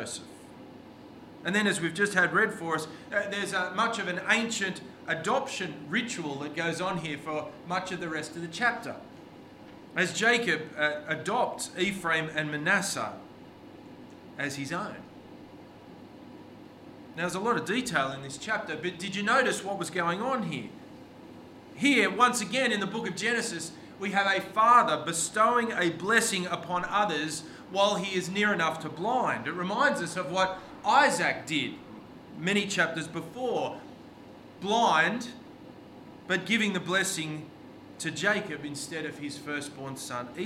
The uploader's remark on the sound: This sermon was preached on 2nd July 2023 at all services of Helensburgh and Stanwell Park Anglican Church.